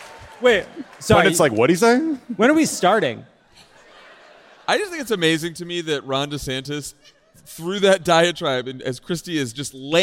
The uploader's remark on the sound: Live from San Diego!